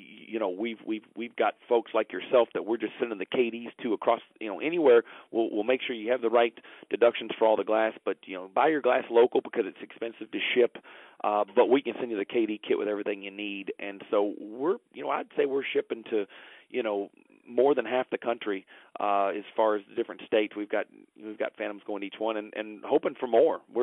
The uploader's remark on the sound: Phone Interview